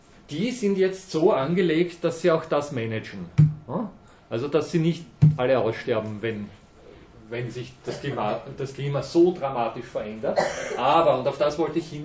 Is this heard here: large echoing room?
yes